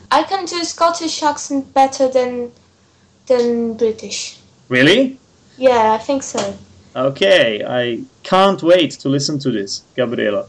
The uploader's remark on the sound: called on skype